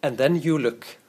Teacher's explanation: lar intonasjonen gli opp for å vise at 'jeg er ikke ferdig, jeg skal si mer'